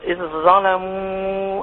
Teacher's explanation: خلي الزال في الظاء إن شاء الله